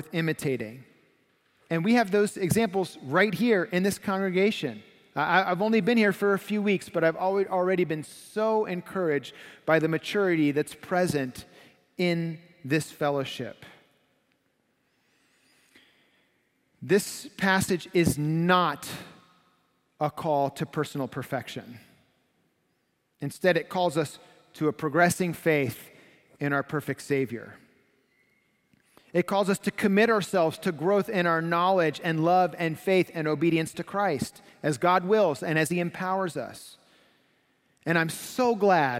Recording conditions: large echoing room